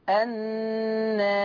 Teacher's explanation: فيترتب على تقليل الألف ترقيق الراء في الوقف